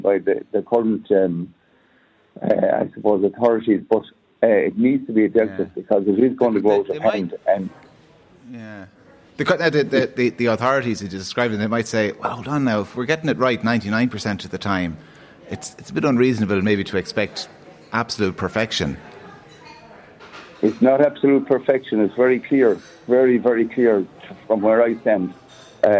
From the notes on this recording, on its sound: The Hard Shoulder is LIVE from the Galway Bay Hotel as part of Newstalk's Summer Tour.